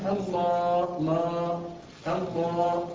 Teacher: الهاء دي سكنت من اجل الوقف فاصبح مد عارض السكون